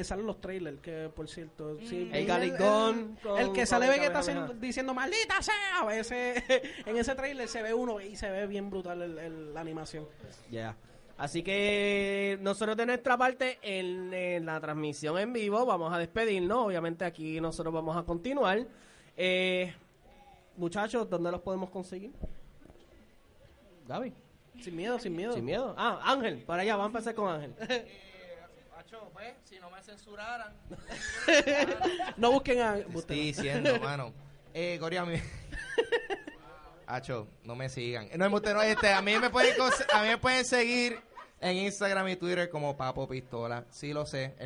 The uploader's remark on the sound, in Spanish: Grabación EN VIVO del panel. Que se llevo a cabo en la tienda Microsoft Store de Plaza las Americas.